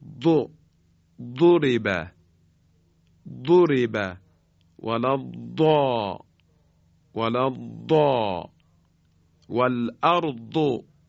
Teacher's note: داد رو به صورت یک دال خیلی درشت، یک دال مفخم در حقیقت ادا می کنیم